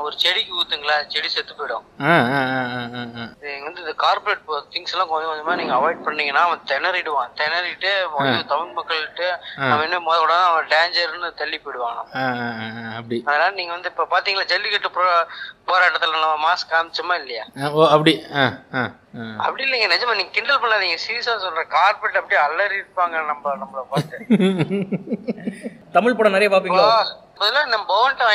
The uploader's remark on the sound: in a phone call